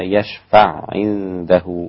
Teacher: العين مع العين هنا ادغام كبير للامام السوسي فيقرأ بها يشفع عنده هكذا يشفع عنده.